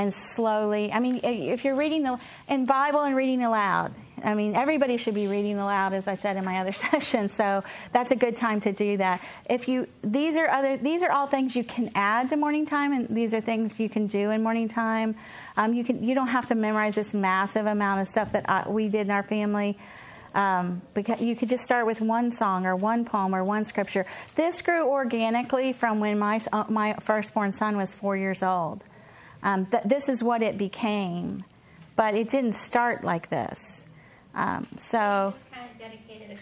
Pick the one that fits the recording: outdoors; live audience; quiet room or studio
live audience